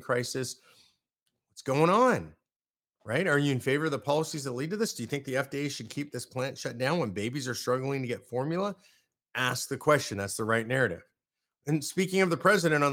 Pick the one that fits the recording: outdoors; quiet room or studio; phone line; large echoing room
quiet room or studio